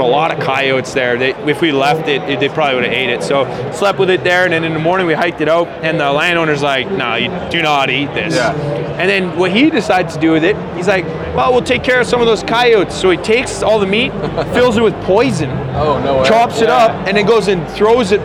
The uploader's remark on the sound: LIVE FROM THE HUNT EXPO // SALT LAKE CITY, UT. Though podcasting was not my first priority at the expo, I was able to record some content to share with you.